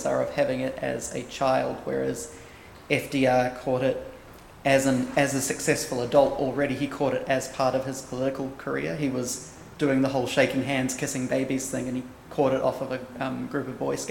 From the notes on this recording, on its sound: Recorded at Auckland Unitarian Church